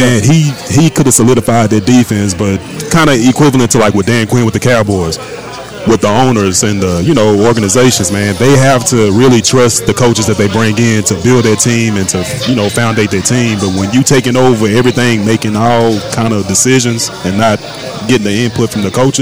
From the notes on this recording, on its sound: Live from TJ's Catfish & Wings in Arlington, TX.